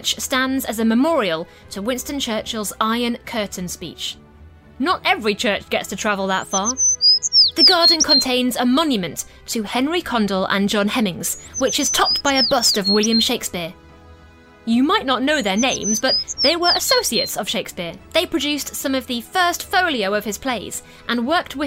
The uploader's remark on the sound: audio walk around London